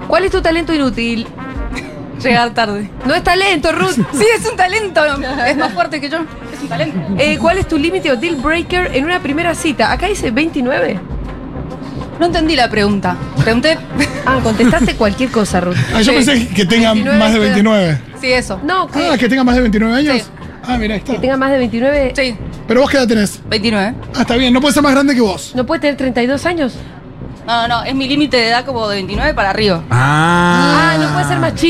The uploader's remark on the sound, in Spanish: … en vivo en Yunta Bar